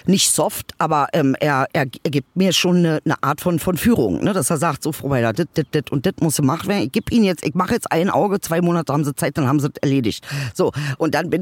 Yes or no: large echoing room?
no